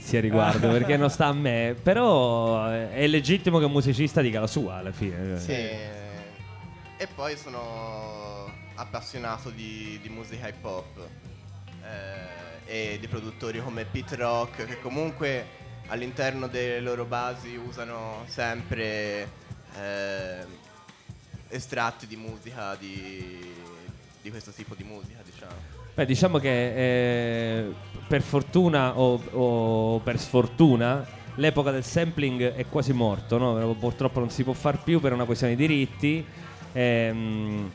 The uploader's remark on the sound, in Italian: Registrato dal vivo